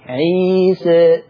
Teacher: نطقي للألف الأولى هي فيها انحراف شوية بالصوت، لكنها إلى الفتح أقرب، نحس إن إحنا بنفتح الحرف عادي عيسى. · Term: الإمالة صغرى